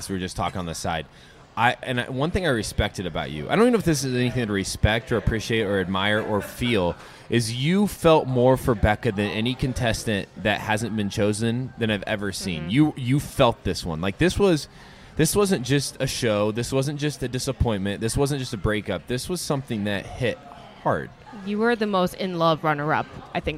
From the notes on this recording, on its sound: We’re live from the Planet Hollywood Hotel in Las Vegas!